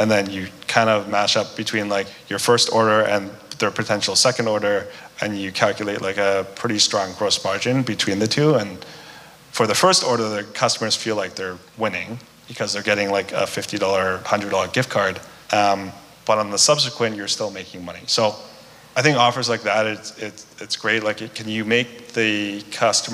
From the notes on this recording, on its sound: the fireside chat from our last Vancouver DTC Meetup